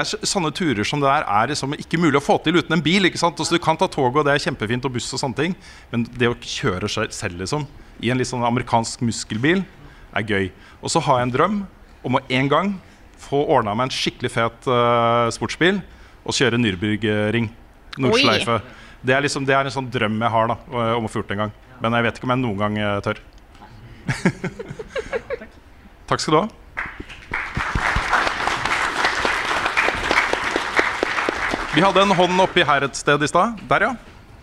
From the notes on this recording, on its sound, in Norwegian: Live fra Eldorado. Ukens episode er spilt inn live på Eldorado i Oslo i helgen, og for et show det ble!